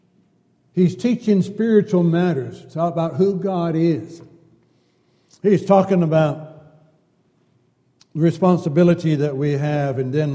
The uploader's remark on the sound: Downtown Church Of Christ Audio Sermon